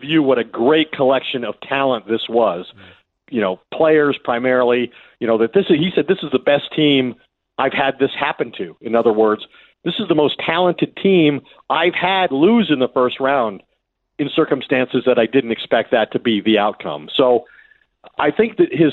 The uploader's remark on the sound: we open the phones and take your "hot takes"